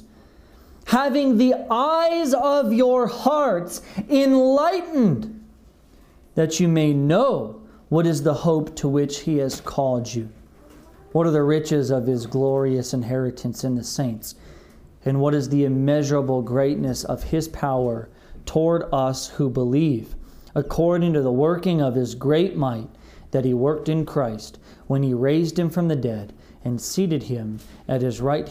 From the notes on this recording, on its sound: This message was delivered on February 21st, 2021 at Redeemer Community Church